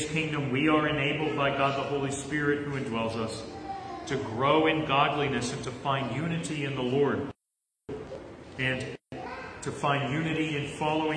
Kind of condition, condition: setting, large echoing room